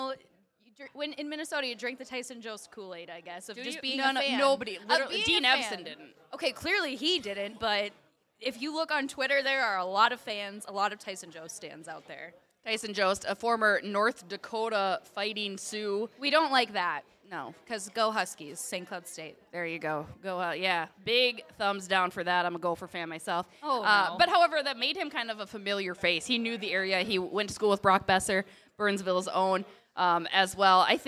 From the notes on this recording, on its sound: Live from Ziggy’s on Main. Hit Stillwater for this week’s episode and this month’s Beauts Live, presented by Grain Belt.